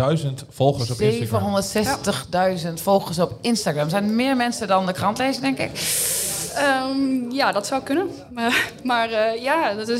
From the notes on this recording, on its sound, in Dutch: Tijdens een live podcast op de Lezersdag van Tubantia